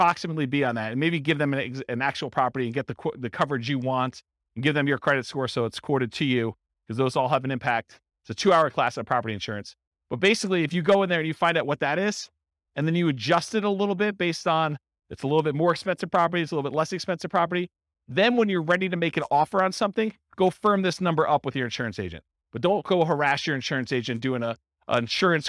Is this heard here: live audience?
yes